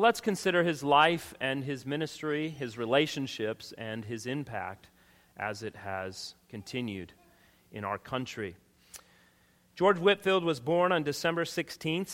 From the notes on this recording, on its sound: the final session from our annual Missions Conference from Redeemer Baptist Church, located in Rincon, Georgia.